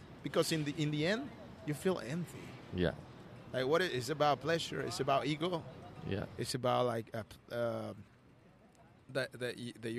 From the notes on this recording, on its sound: the street, so you’ll be immersed in the natural sounds of the Melbourne CBD